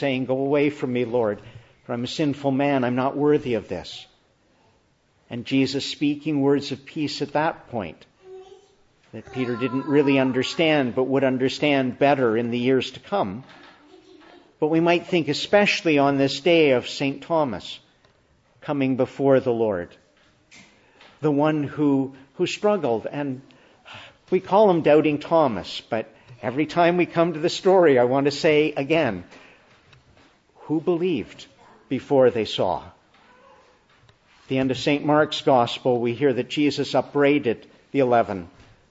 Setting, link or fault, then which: setting, large echoing room